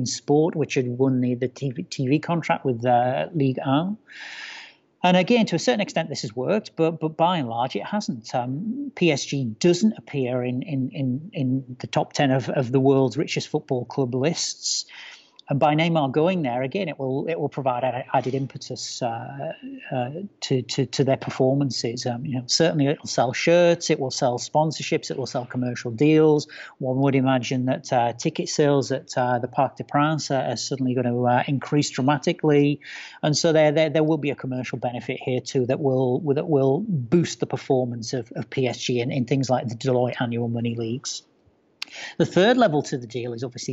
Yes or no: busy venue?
no